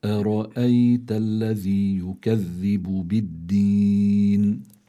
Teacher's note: أرأيت، في عنا الراء حكمها التفخيم لأنها عليها فتحة مفتوحة. الراء في إذا كانت مفتوحة يعني عليها فتحة بتكون هذه الراء حكمها التفخيم